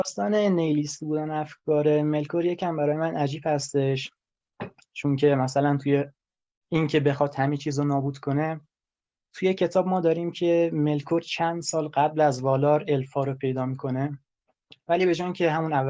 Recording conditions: video call